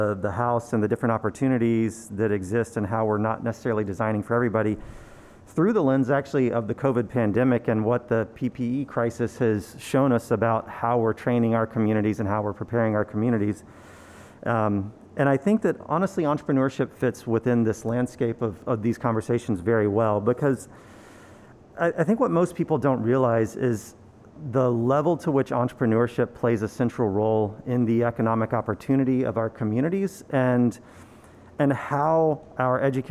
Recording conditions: busy venue